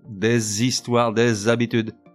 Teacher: Rappelons brièvement la différence entre un H muet et un H aspiré. Un H muet, c'est celui qui n'a aucune incidence sur la prononciation du mot. On fait la liaison tout pareil